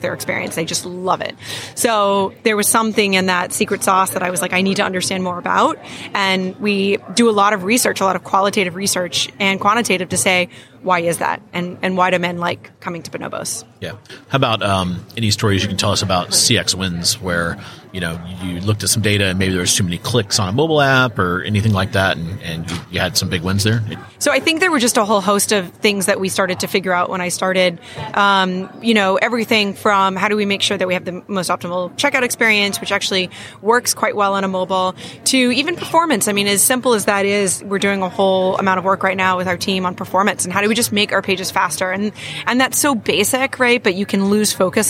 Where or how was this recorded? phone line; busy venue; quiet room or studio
busy venue